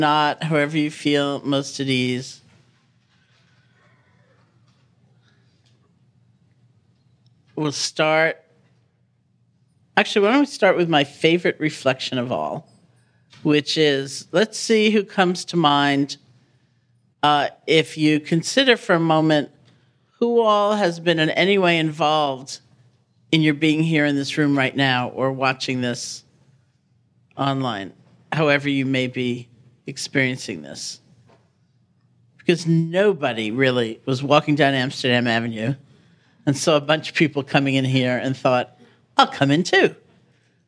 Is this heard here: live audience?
yes